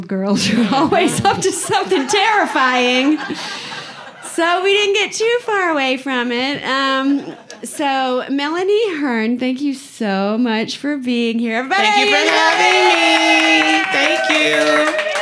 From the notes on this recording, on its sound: Recorded live. At the Detroit Women of Comedy Festival at the Independent Comedy Club in Hamtramck. That wonderful mid-day audience that showed up!